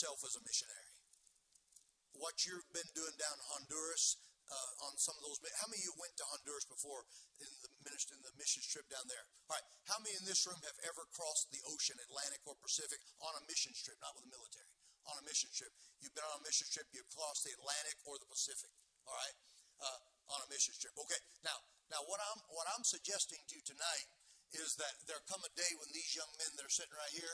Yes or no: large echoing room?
yes